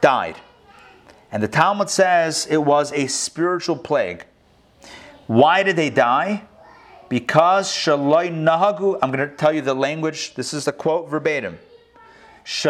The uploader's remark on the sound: Recorded live in Atlanta on August 4, 2020